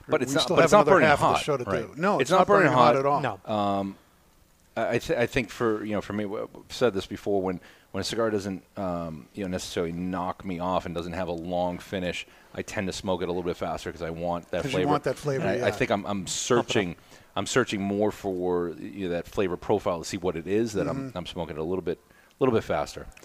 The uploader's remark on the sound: Today's episode has been pre-recorded Live from Two Guys Smoke Shop in sunny Salem, New Hampshire.